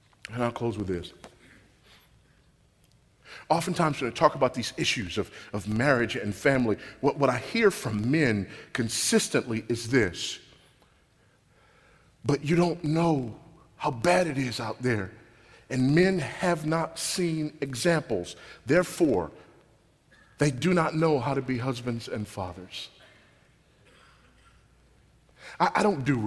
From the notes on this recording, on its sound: This sermon was recorded at Grace Community Church at Shepherd's Conference 2012.